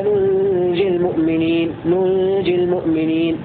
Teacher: قرأ الكسائي وحفص بسكون النون الثانية وتخفيف الجيم